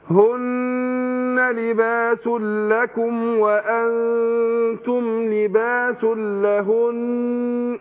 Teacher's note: هن هي مش موقوف عليها، سواء موقوف عليها أو في الوصل، هي تاخد قلنا حركتين النون مشددة · Term: النون المشددة